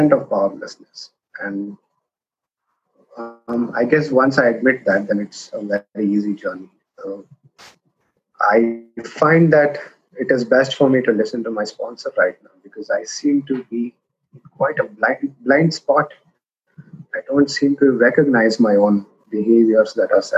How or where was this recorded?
video call